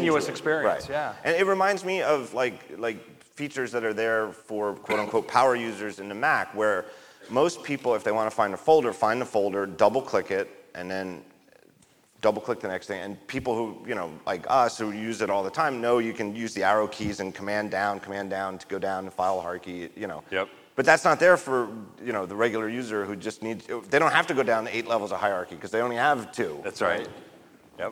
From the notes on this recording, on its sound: Live From WWDC 2017